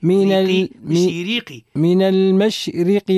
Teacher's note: الراء مرقة. لماذا؟ لأنها مكسورة متحركة بالكسر